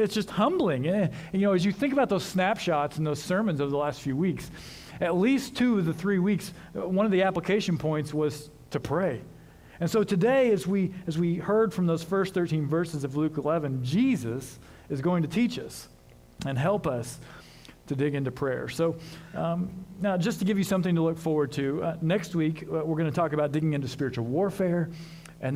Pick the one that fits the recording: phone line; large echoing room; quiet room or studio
large echoing room